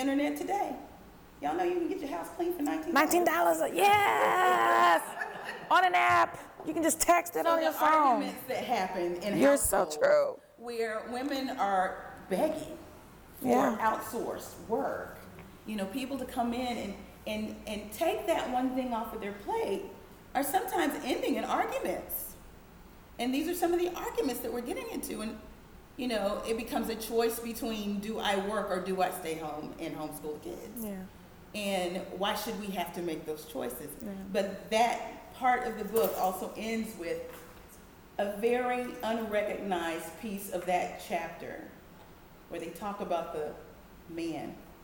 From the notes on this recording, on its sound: DFW Book Signing at BLACKLIT. It was recorded before a live audience.